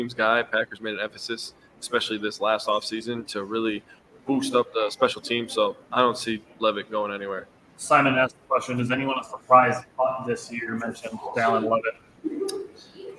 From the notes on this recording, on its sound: Live Training Camp report for Green Bay Packers! We are live from Stadium View Bar in Green Bay, just a stones throw away from Lambeau Field.